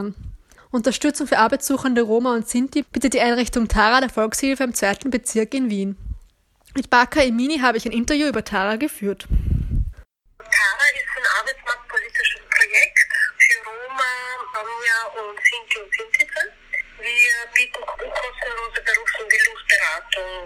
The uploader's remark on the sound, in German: ein Telefoninterview